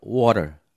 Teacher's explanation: Còn âm tờ nữa, trong tiếng Mỹ thì có xu hướng phát âm nhẹ hơn so với tiếng Anh.